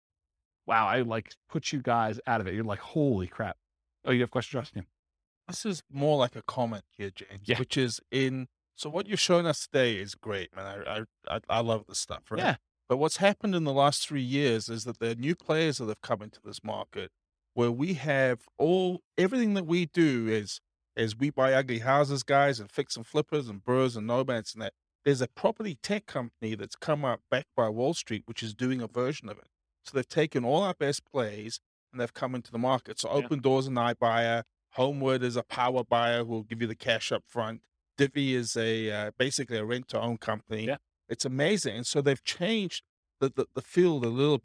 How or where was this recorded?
live audience